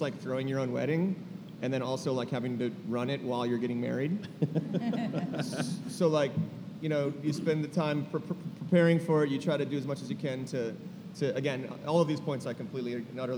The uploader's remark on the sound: In a live panel recorded at Chicago Athletic Association Hotel, four music festival come together.